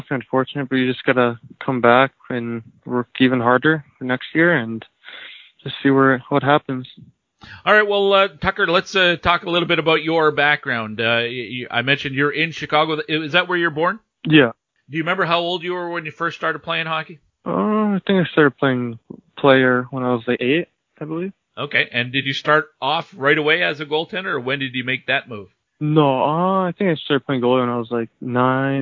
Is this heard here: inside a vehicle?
no